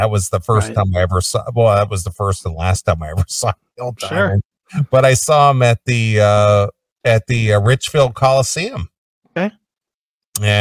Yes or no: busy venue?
no